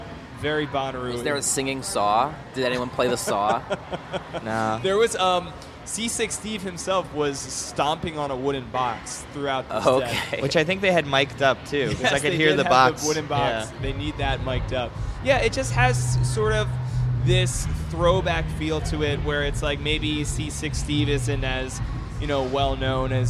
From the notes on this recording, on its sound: Hosts live from Bonnaroo 2014. To discuss the festival live from Manchester, Tennessee.